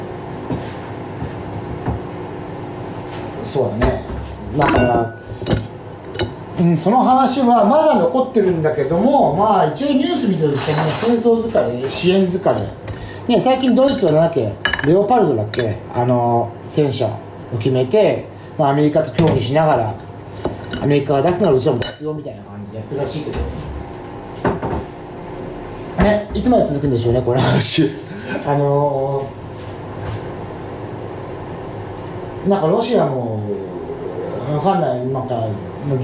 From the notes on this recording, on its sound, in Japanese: 料理を作りながらの収録です。